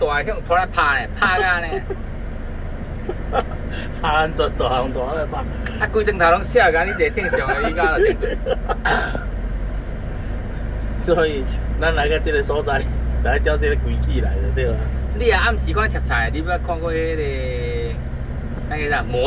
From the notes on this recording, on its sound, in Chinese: 聯結車外景。台灣馬路有多平，這集的音質就有多好。